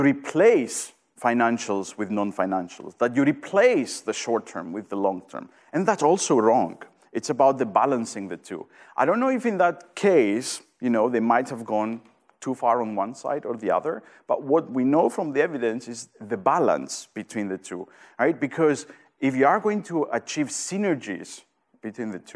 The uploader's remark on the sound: Event audio